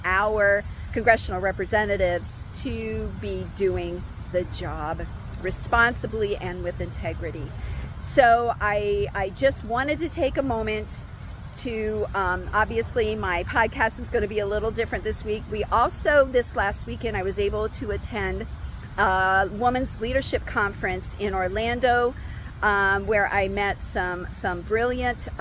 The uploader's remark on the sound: Filmed live from outside the US Capitol in Washington, DC